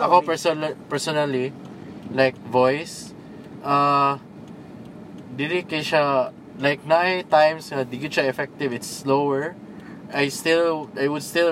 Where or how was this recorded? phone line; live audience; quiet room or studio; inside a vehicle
inside a vehicle